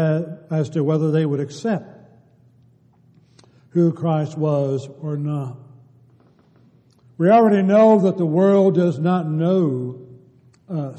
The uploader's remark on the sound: Downtown Church Of Christ Audio Sermon